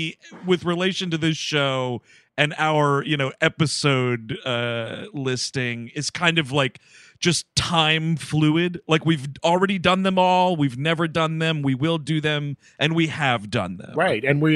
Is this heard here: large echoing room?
no